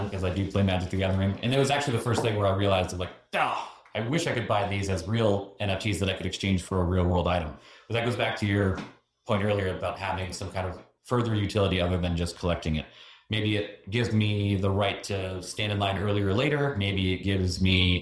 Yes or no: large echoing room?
no